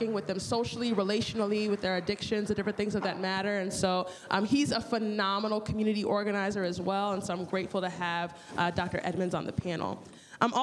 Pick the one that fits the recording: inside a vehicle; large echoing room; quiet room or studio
large echoing room